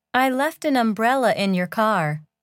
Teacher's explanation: notice how the structure words a, an, and or link to the word that comes before them.